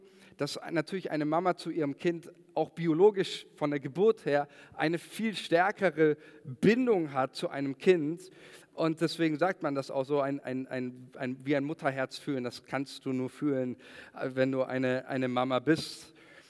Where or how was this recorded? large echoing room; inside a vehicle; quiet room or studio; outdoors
large echoing room